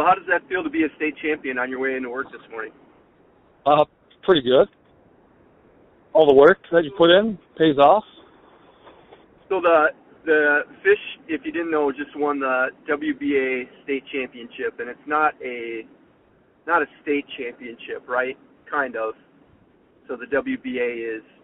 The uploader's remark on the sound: It's a simple premise: a 20-minute work commute and phone calls to local yokel amateur ballplayers, fans, managers, and characters from around western Wisconsin.